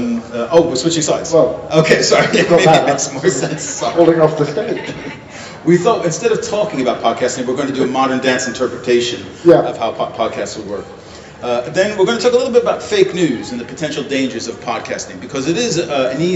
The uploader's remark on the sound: this is a recording of our live performance at the Gothenburg Science Festival